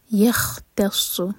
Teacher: یختص، خ پر خ آواز آنی چاہیے. یختص تا لائٹ اور سواد ہیوی